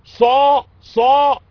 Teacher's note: تصاعد الصوت في الحنك الأعلى · Term: مفخمة